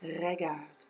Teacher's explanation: It's kind of a rolled R in there